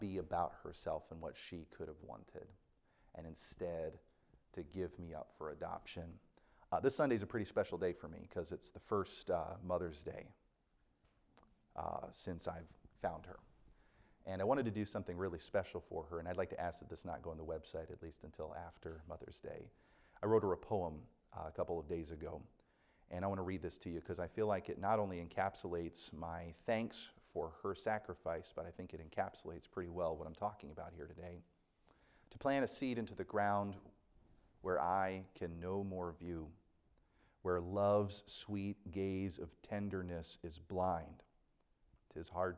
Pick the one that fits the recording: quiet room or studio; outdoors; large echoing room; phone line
large echoing room